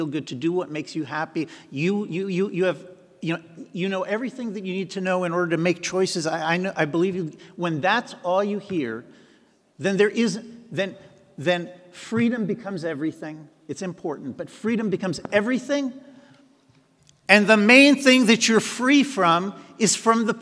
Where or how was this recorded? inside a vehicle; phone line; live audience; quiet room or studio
live audience